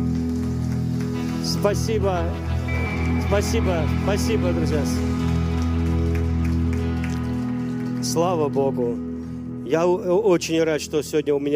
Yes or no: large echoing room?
yes